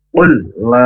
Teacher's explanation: Ketika tanda qaf lam berarti al waqfu aula ya, aula, maka berhenti atau waqaf saja. Qul la, qul langsung masuk ke lam yang kedua. Qul la, lamnya panjang lima harokat.